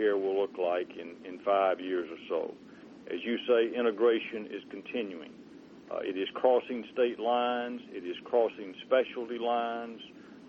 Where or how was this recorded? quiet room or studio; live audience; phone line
phone line